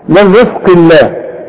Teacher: رقاق للراء والزين كمان ترق